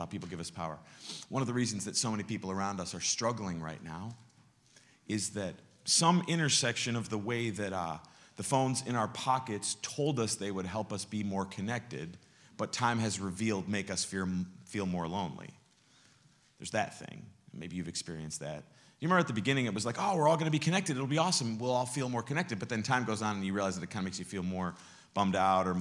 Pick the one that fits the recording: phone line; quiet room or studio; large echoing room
large echoing room